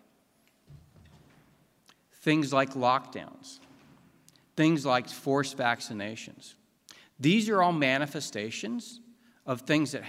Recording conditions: live audience